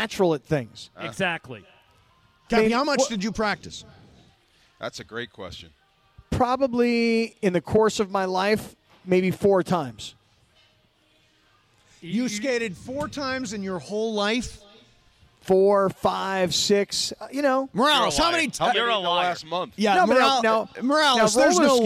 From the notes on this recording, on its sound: LIVE FROM YAAMAVA!